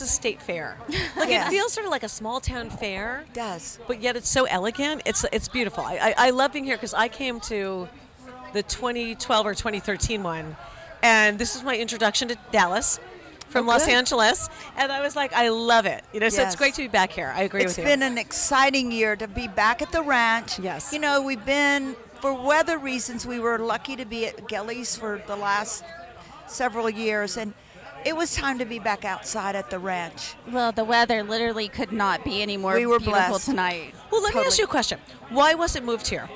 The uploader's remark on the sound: LIVE from Cattle Baron's Ball 2022. Recording live from the 49th Annual Cattle Baron's Ball at Southfork Ranch.